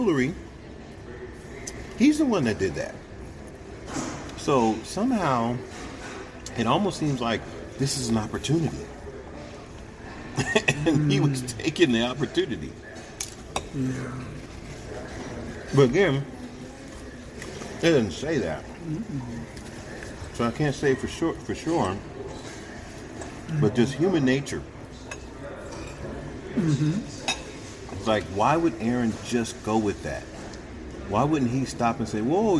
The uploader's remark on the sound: don’t let the sound of the restaurant distract you